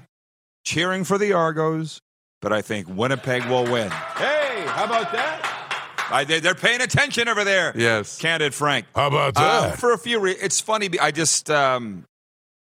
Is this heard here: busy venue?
yes